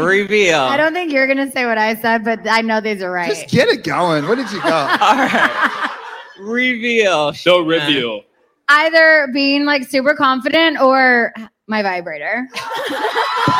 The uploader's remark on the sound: live at The Bourbon Room in Los Angeles